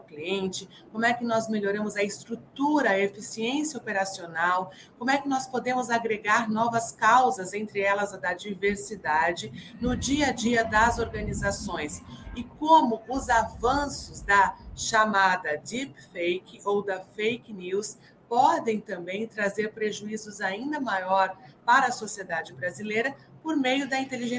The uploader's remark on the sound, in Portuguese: O episódio 109 foi gravado diretamente do Web Summit Rio, realizado de 1 a 4 de maio de 2023.